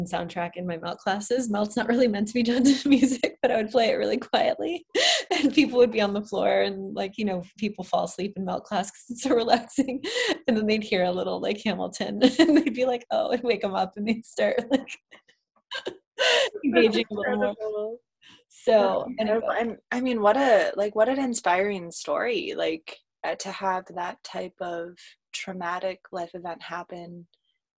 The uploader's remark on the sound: We recorded this podcast over zoom a few months ago.